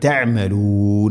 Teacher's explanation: തൊണ്ടയുടെ മധ്യഭാഗമാണ് അയിന്